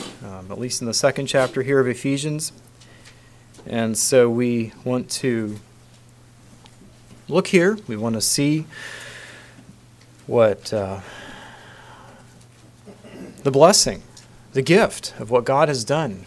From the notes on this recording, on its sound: Council Message. Message preached at Word of Hope.